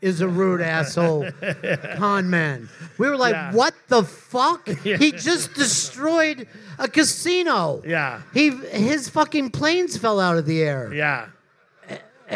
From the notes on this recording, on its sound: This week's episode was recorded LIVE from Moontower Comedy Festival.